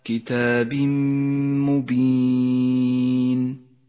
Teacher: جاء التنوين وبعده حرف الميم، نسقط التنوين من اللفظ ونشدد حرف الميم ونقف عنده بغنة زمنها 2 حركات · Term: الإدغام بغنة